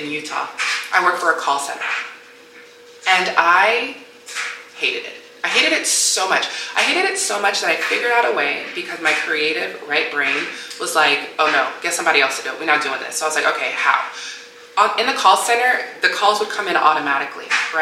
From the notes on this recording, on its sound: My external drive died so my audio wasn't moved to my laptop. Because of this, my noise cancelling was not working at all! Also, my dryer was going OFF during this episode so you may hear some tumbling.